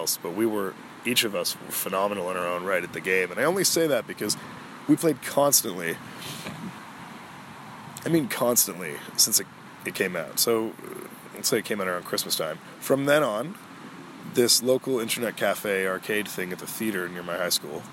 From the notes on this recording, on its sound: This was another exploratory episode, where we all get the pleasure of listening to the wide-wide world outside. My mic picks up it all, so enjoy the ambiance of a gentle breeze, trees rustling and of course some cars.